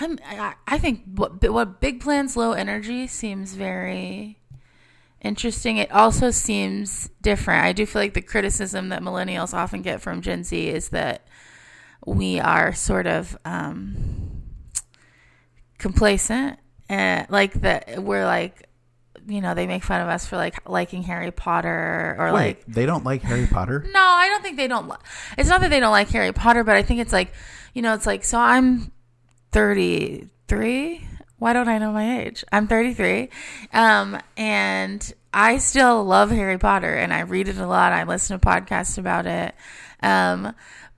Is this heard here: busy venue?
no